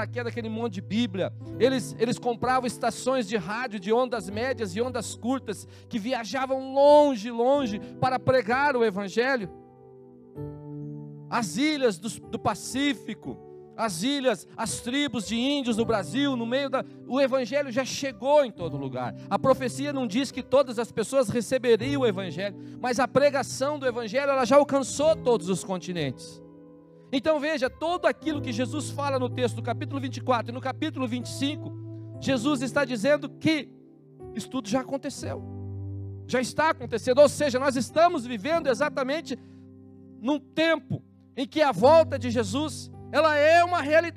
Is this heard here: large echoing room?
yes